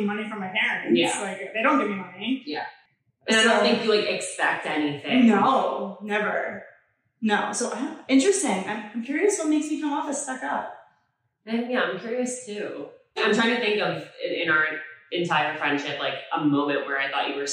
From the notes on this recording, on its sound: We lost the mic audio